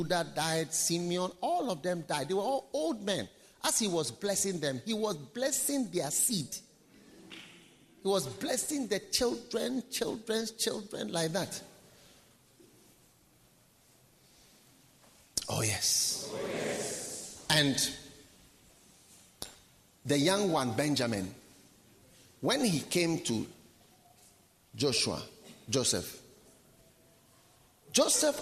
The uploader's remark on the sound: Preached at the Nerelugu Pastors‘ Conference.